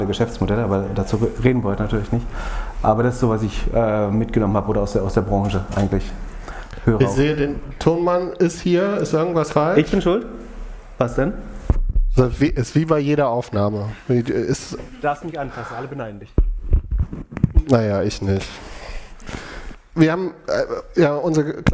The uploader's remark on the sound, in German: Grow with Braze live Podcast. Bei dem Grow with Braze Event in Berlin.